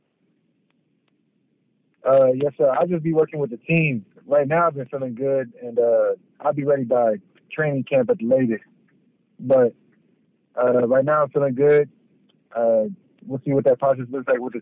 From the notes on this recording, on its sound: addresses the media during his conference call